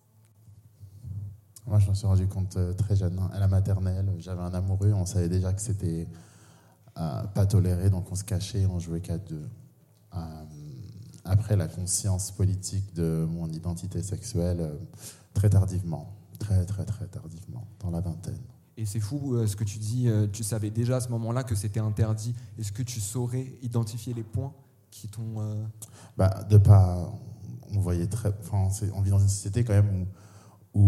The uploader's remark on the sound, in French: Cet épisode a été enregistré le 9 octobre 2021 en live depuis le festival Les Chichas de la pensée, aux Magasins Généraux, et grâce aux Ateliers Médicis.